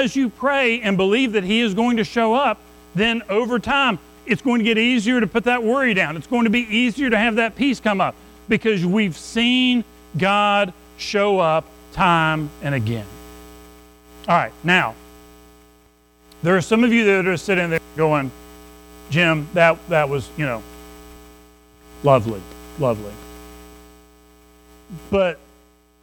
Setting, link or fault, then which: setting, large echoing room